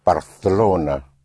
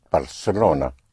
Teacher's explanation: the C in front of an E or I is pronounced like a TH in English · Shown in: first take · Term: Castilian Spanish